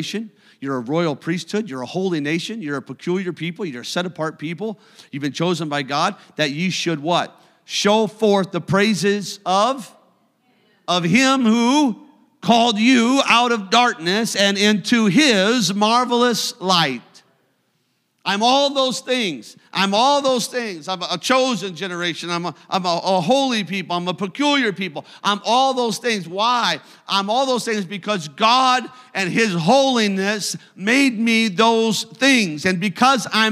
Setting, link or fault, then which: setting, large echoing room